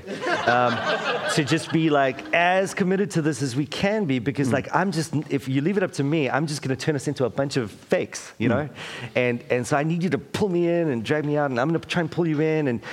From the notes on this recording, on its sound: LIVE! Taking the opportunity at A29 conference to experiment with a live episode.